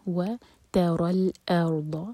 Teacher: جب ہم پڑھیں الارض تو میک شیور کہ حمزہ لائٹ ہو اور را ہیوی. ار ناٹ اور، ارض.